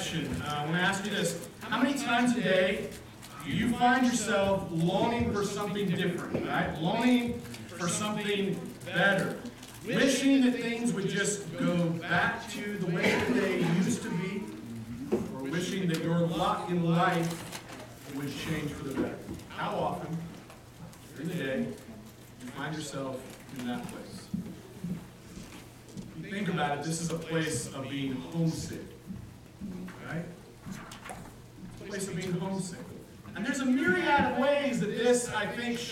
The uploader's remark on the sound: At The Well, an Acts 29 and Converge Heartland Church in Hastings, NE. Note: Audio issues at the beginning.